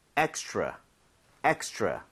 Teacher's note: 여러분들이 R 발음을 혀를 제대로 당겨서 하고 있다면, extra처럼 치읓 비슷하게 소리가 날 겁니다.